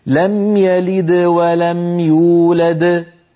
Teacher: فالدال الأولى بعدها حروف فقلقلتها صغرى ولو كانت هي الحرف الأخير في الكلمة